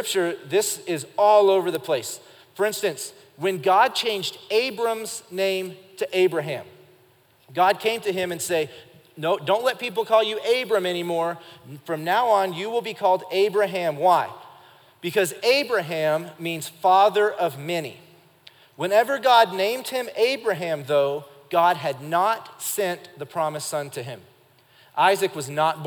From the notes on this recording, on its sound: Recorded live during our Wednesday night service